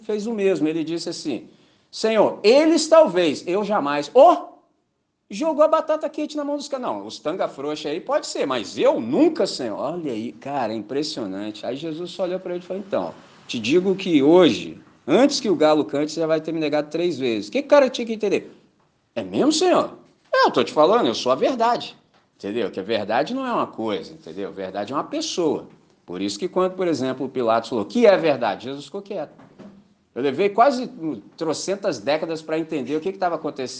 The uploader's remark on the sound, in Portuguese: Gravado em 14 de Maio de 2023 na celebração dominical em Candelaria, Volta Redonda, RJ.